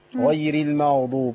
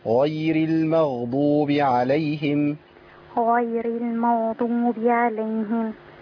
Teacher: الصواب غير المغ، لازم صوت الغين يمشي، وإلا يبقى أنا أسقطت الحرف. الغين فيها رخاوة يمشي فيها الصوت شوية. · Shown in: second take